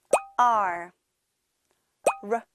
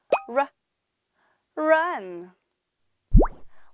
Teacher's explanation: R은 혀를 둥글게 말아 입천장에 닿지 않게 하고 러 소리를 내요. 이때 목에 떨림이 있어요.